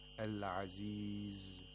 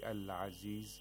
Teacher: We have to hold the zay a little bit because we have to observe the timing of zay, which is a letter of rakhawa. It's a weak fricative. · Shown in: first take · Al-aziz. If we say al-aziz, that's incorrect.